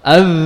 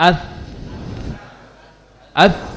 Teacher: Nah, huruf dzal nanti bedanya di jahar dan hamasnya. Huruf dzal itu jahar, dia jelas suaranya kuat.